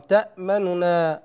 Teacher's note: وهو اختلاس حركة النون الأولى التي يضم، وهذا الاختلاس لا يكون إلا مع فك الإدغام